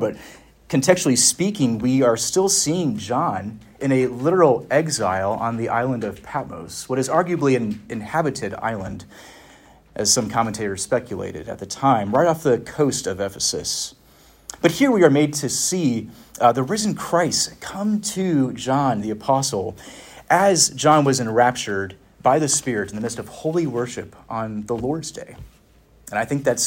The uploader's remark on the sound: Preached at Westminster Theological Seminary (Philadelphia, PA)